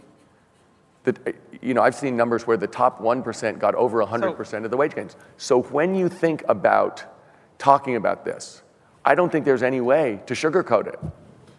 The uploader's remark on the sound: The best of live interviews from GreenBiz events.